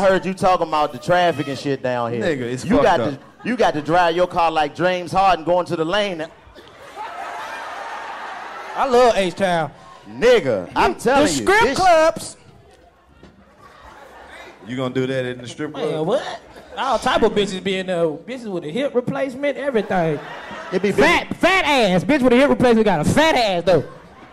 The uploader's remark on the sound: Recorded LIVE at The House of Blues Houston. Deliver a improv comedy show with a live band that will go down in history.